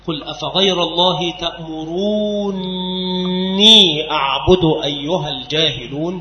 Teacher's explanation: إسكان النون الأولى نون الرفع وإدغامها في الثانية، فحينئذ تصير نونا مشددة